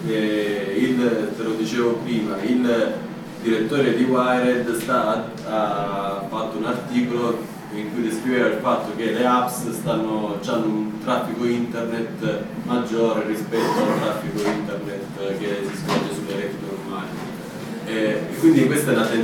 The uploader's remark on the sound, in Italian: Domanda dal pubblico.